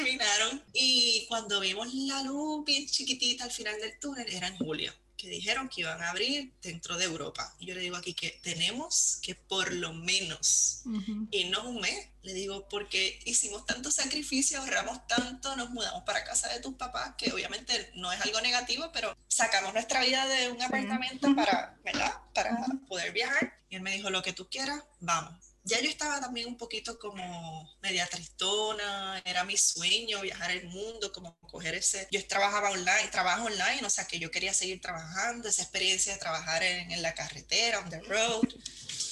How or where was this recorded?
video call